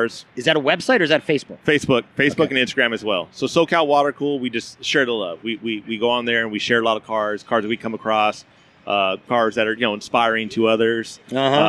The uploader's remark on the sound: As you can probably hear, I’m not inside in a studio. We’re actually at Ontario Volkswagen in the Los Angeles suburb of Ontario, California, and we’re outside at the Oktoberfest, the 2nd annual Ontario Volkswagen Oktoberfest. We’re podcasting outside.